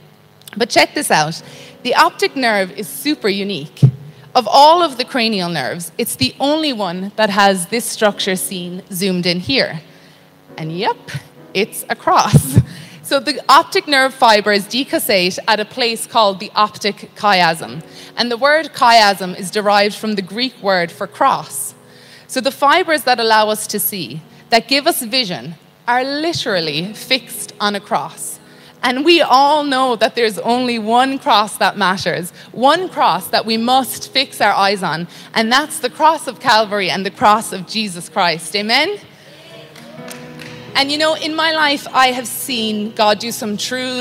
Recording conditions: large echoing room